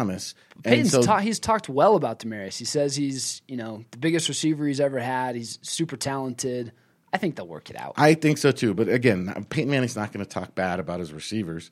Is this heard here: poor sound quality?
no